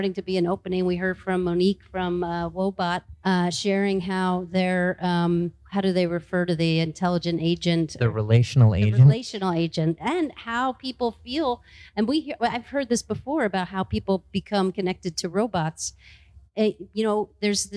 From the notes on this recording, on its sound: In this special, live edition of the pharmaphorum podcast, recorded at the conclusion of Frontiers Health 2022. The show last week in Milan.